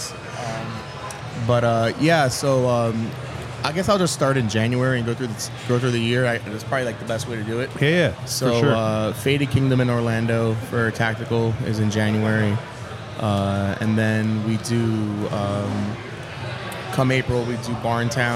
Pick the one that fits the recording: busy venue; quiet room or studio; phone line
busy venue